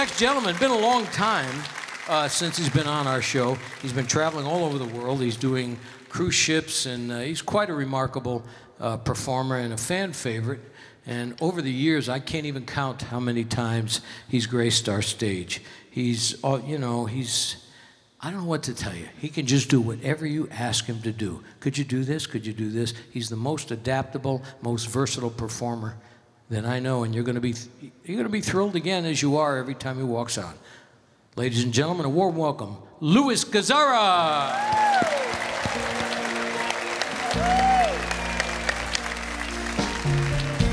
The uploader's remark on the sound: Live at the South Point Casino